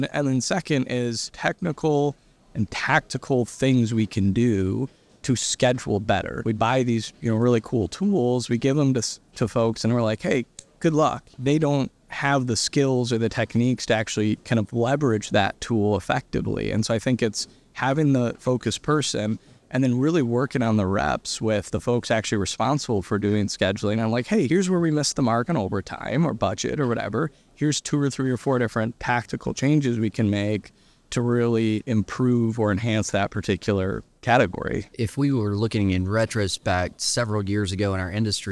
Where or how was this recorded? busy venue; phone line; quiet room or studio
busy venue